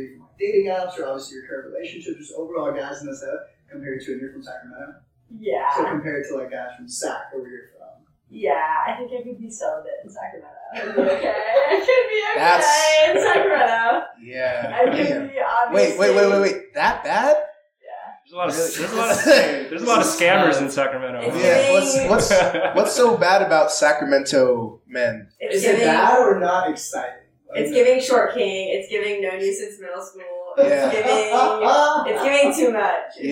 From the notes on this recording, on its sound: We're sorry the audio is not museum quality, but this week we actually realized that we had been recording all wrong this whole time. Stop speaking so far from the mic.